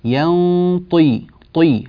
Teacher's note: ينطق، النون غنتها مفخمة لأجل الطاء، الطاء مفخمة وهي مكسورة وينبغي إعطاؤها حقها من التفخيم، ينطي طي هكذا نعطي الطاء تفخيما جيدا وهي مكسورة، وحروف الإطباق الأربعة الصاد والضاد والطاء والظاء لا تتأثر بالكسر من حيث التفخيم، يعني التفخيم لا يضعف بل يبقى قويا مالئا للحرف بصداه.